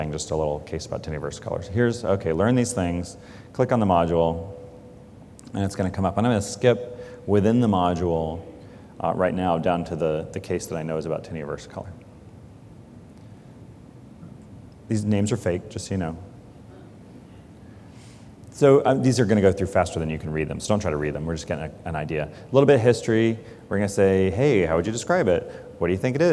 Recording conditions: large echoing room